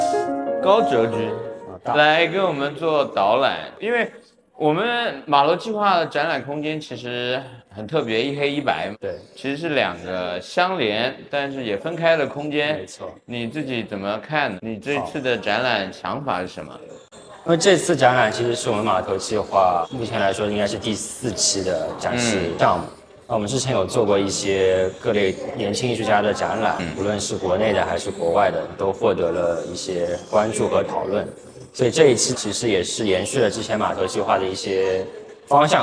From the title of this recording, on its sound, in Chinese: 艺术家群展「苦地宣言」现场导览